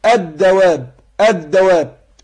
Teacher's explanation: ادغمت اللام في الدال